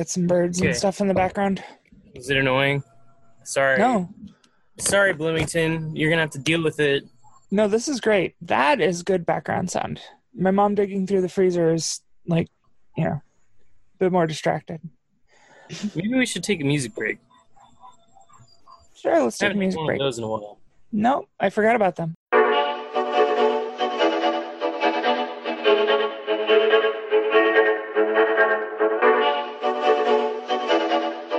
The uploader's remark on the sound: ZOOM CONFERENCE